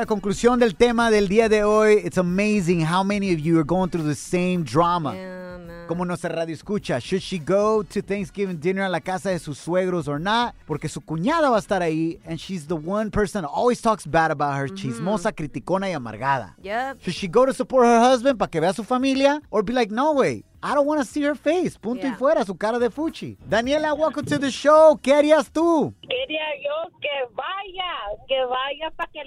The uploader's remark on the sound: We also opened up the phone lines after our listener reached out for advice.